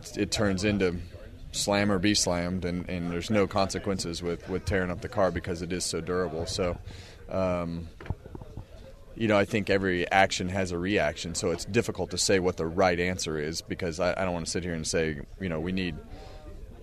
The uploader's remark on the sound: comes to you live from the El Paso County Raceway